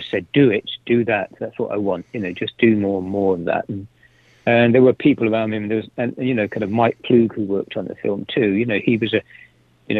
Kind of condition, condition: link, phone line